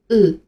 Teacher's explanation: 发音的时候气流是从口腔里出来的，也就是从舌头边上把气送出来